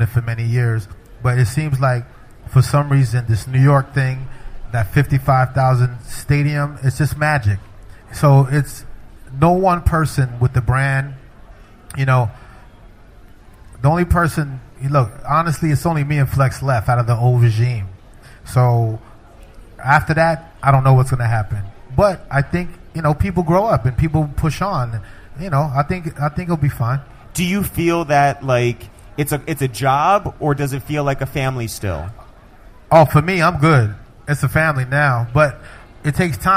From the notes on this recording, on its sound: This week, we hosted a live podcast from NYC's famed concert venue SOB's.